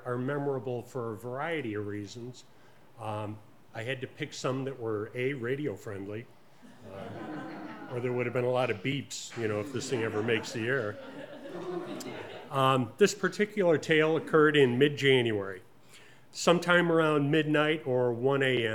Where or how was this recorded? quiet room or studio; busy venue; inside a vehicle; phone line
busy venue